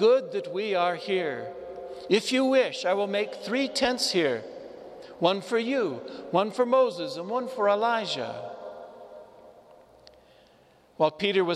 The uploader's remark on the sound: Homily delivered to the Saint Francis Catholic Community in Cuenca, Ecuador, (Iglesia de San Francisco).